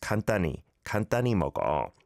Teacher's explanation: And yeah, it is a he and then an E vowel sound there, 간단히, but often pronounced just 간단히, 간단히 먹어, like that, not over-pronouncing the h, he sound